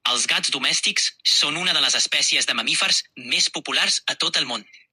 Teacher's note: he utilitzat un to neutral i assertiu, amb una entonació constant per transmetre dades concretes. He marcat les paraules clau i mantingut un ritme moderat, sense variacions emocionals, per centrar-me en la informació. · Term: actitud informativa